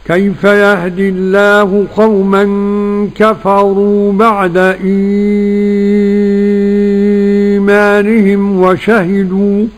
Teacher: برواية ورش عن الإمام نافع المدني بمد البدل ست حركات